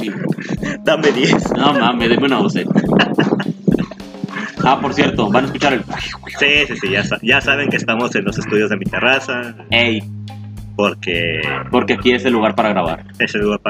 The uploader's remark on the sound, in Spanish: Una disculpa por los sonidos ambientales